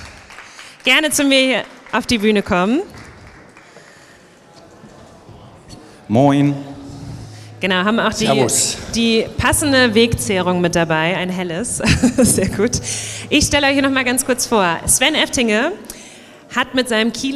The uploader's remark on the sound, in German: Ersten Live-Aufnahme von Business unplugged, die ich im Rahmen des Waterkant Festivals.